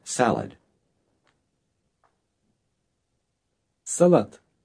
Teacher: The last letter sounds like a T, not a D.